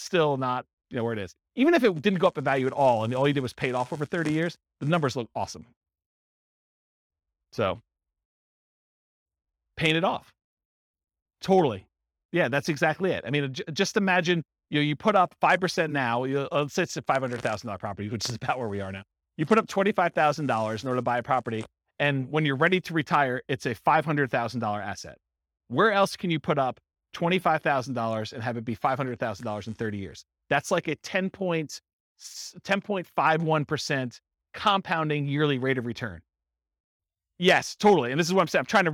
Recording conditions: live audience